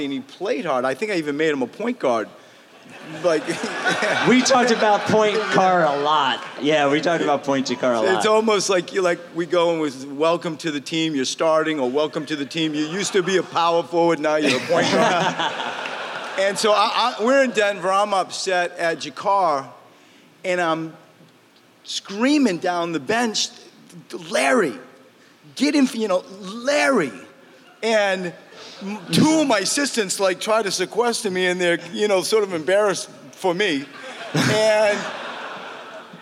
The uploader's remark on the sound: made a surprise appearance at Live Ricky IV, surprised the audience with a gift